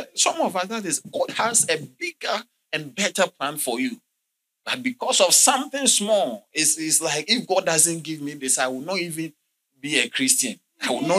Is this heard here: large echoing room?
yes